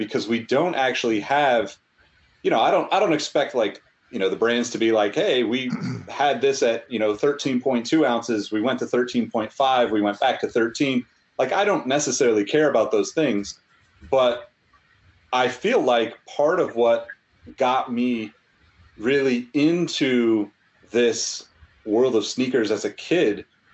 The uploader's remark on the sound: Recorded on Riverside